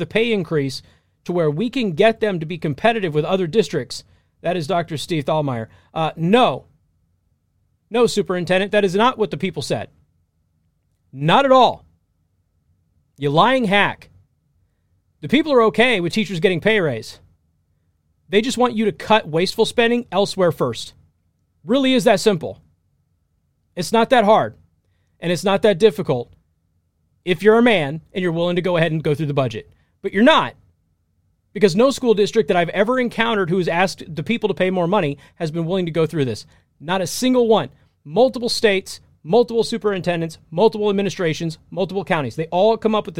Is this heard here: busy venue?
no